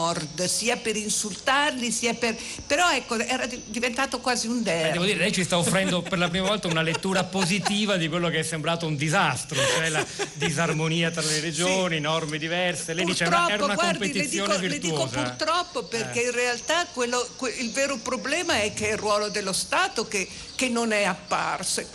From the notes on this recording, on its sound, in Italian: diretta dal Festival dell&#39;Economia di Trento